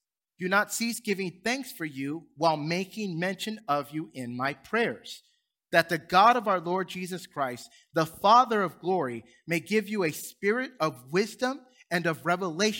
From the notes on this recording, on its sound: Recorded from South Gate Fellowship in Duncanville, TX on Sunday, March 13, 2022